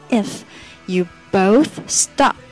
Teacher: if 的咬唇要发出来